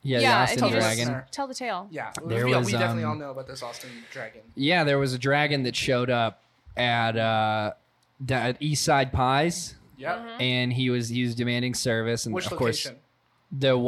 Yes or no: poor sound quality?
no